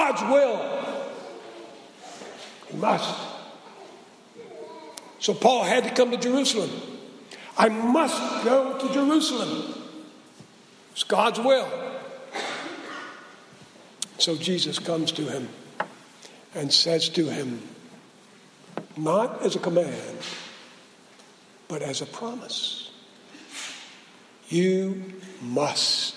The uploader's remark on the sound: Preached at SBRPC on 2/14/16